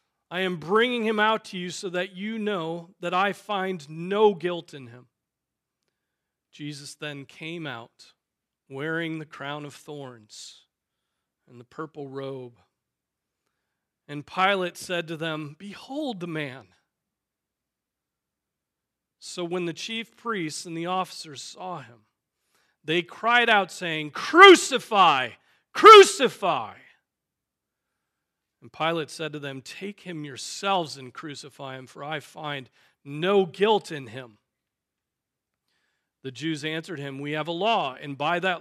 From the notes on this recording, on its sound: Preached on July 9, 2023 at Trinity Presbyterian Church